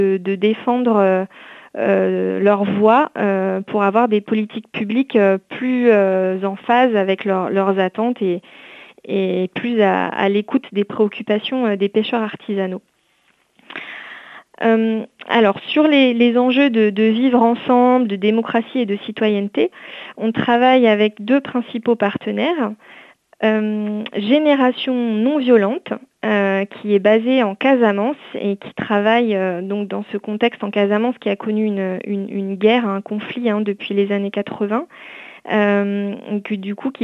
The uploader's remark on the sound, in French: reçoit aujourd’hui par téléphone